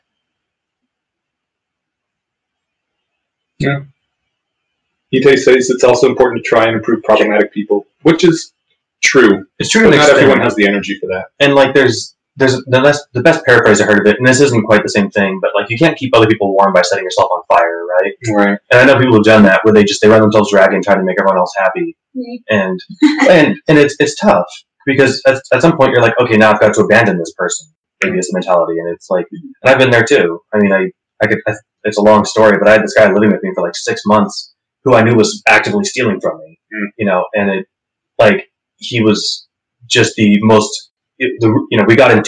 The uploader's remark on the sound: This is a recording of the live stream. Due to technical incompetence on our side, we lost the original audio. Since it’s a 2nd-source recording.